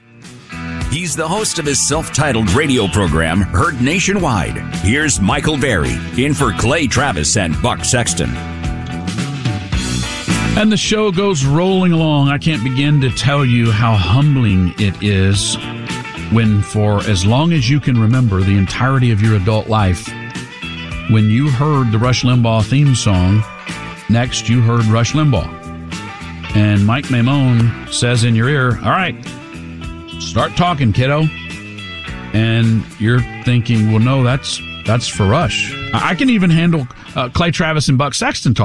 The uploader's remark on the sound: From NewsRadio 740 KTRH in Houston. Goes to the phones to take your calls.